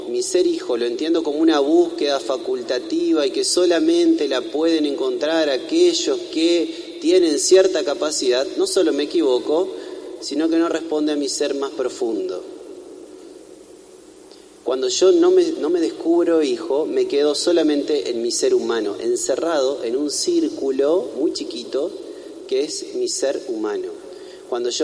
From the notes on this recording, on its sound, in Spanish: En vivo la celebración de la Novena que se realiza en honor a Nuestra Señora del Rosario, Fundadora y Patrona de Paraná y de toda la Arquidiócesis. El novenario se reza en la Iglesia Catedral. Será trasmitida en vivo por Radio Corazón.